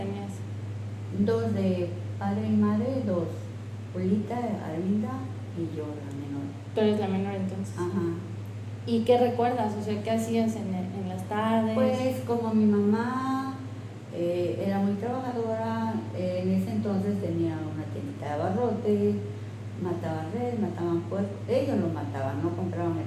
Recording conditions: poor microphone